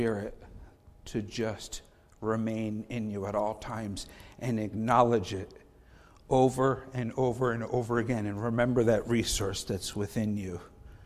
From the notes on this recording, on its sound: Faith Baptist Church in Hamilton, NJ.